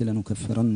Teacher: لنكفرن النون حرف غنة مشدد بالفتح